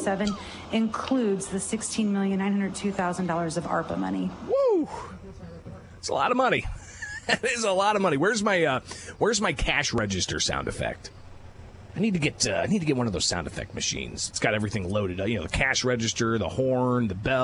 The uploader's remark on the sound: Live from the Illinois State Fair